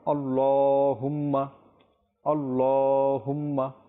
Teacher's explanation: এই পরিপূর্ণ শব্দে শুধু আল্লাহ যে লাম রয়েছে এই স্থানে আমাদেরকে একটু টানতে হবে এক আলিফ, যেহেতু এখানে আল্লাহ লামের উপর খাড়া জবর রয়েছে আর খাড়া জবর এটা এক আলিফ সম পরিমাণ আপনাকে টানতে হবে।